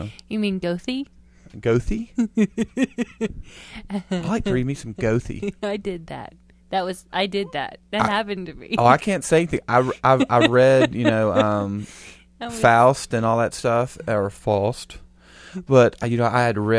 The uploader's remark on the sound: Sorry for the hum people.